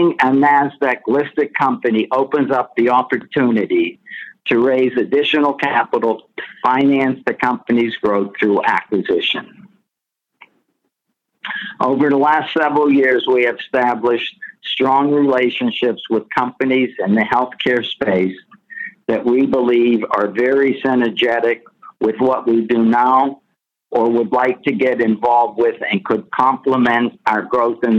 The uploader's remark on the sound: Progressive Care Conference Call May 2022